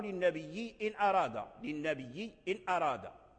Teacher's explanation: فلما اجتمع ساكنان قالوا ترك التسهيل وأبدل، فلما أبدل الهمزة ياء كانت الياء قبلها مدية، فأدغم الهمزة المبدلة ياء في الياء الأولى فصارت ياء واحدة مشددة